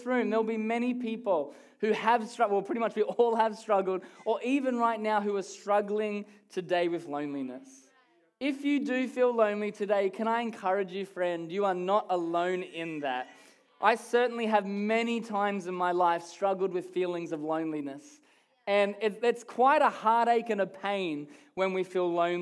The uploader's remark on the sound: Recorded during our Melbourne East service on Sunday, the 12th of November 2023.